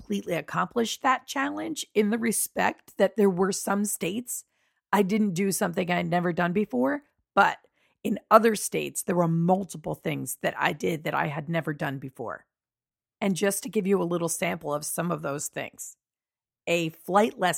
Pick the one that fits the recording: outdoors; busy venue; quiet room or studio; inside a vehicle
quiet room or studio